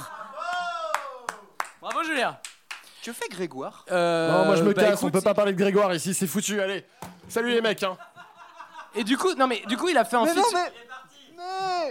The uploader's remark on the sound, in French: Au menu de cette formule en 50mn avec public offert.